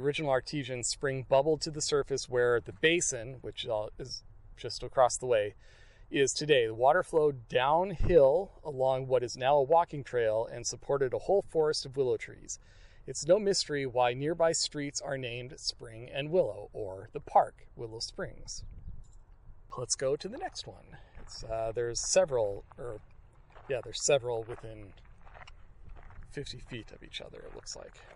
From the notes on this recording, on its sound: Agents of Discovery at Willow Springs Park. Field recordings from and discussion of my afternoon completing a question in the Agents of Discovery app.